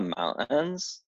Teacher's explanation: But they'll also be like, so the other day I went up to like the mountains. And so there's a glottal stop on mountains, but you can't do it too hard though